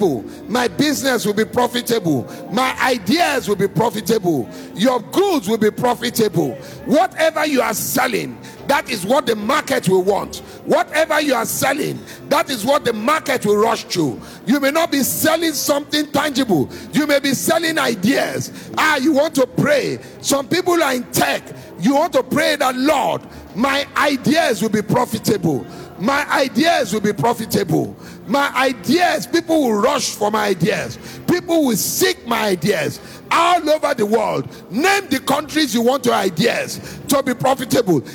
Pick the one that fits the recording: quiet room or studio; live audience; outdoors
live audience